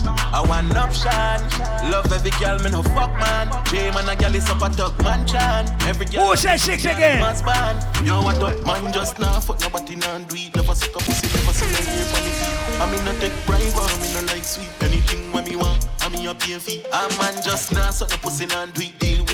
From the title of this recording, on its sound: LIVE AT ISLAND SATURDAYS ON DEC 7TH